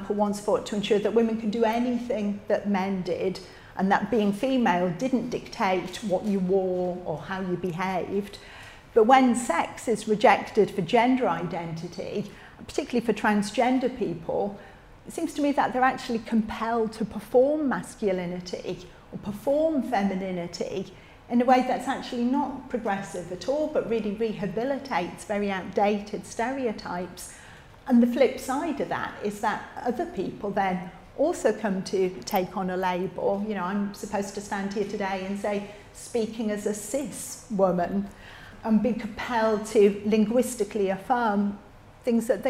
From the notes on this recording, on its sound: recorded at Living Freedom Summer School 2023